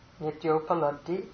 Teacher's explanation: Nitya upalabdhi, a plus u is o